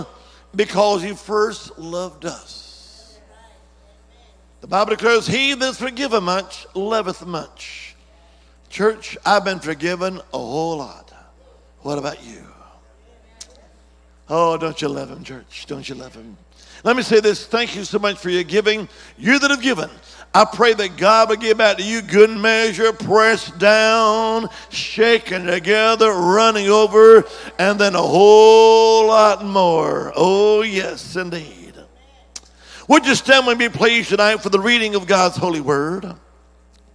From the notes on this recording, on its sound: On June 25th, 2023 at Shady Oaks Assembly of God. Monday evening service.